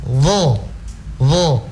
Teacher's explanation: Menyebut huruf dha sama dengan menyebut huruf dza, tapi dia diangkat pangkal lidahnya.